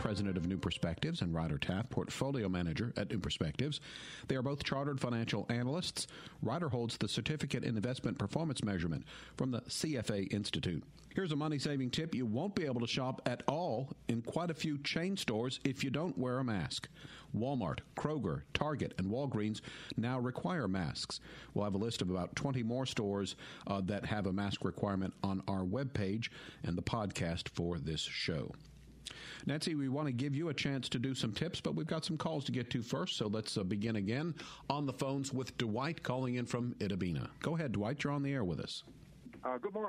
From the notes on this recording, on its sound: In addition to answering your phone calls and emails. Various phone calls touched on other topics.